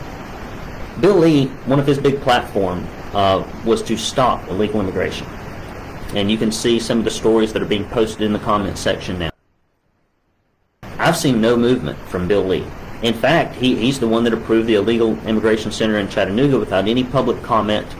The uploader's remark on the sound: ROUGH AUDIO